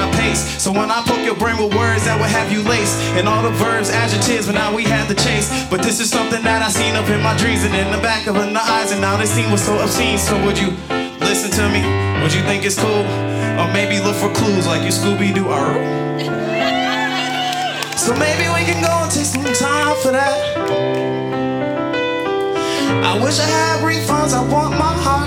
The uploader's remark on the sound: Recorded live at Late at the Lake, at Mozart's Coffee Roasters in Austin, Texas on Tuesday, May 23rd, 2023, outdoors on our main stage.